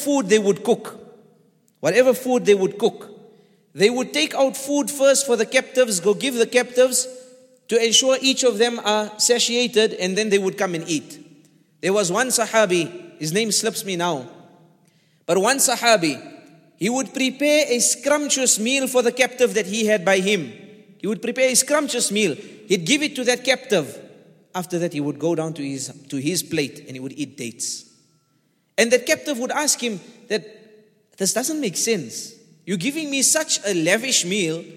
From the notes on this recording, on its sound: at the Houghton Masjid (West Street)